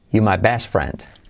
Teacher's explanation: Incluso más rápido, el R decae totalmente.